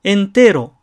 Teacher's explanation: このエネは直後のテの影響で、エネの時にすでに舌先が上の前歯の裏につきます